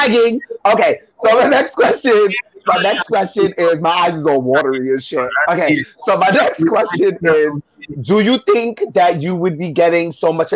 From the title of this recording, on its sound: Takes Live Calls!